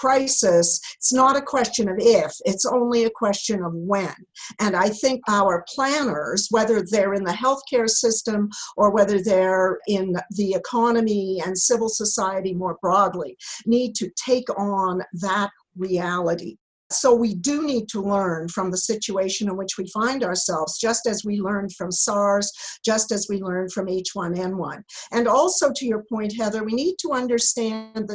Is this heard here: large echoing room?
no